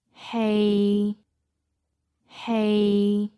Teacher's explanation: The third tone is flat at the middle of your range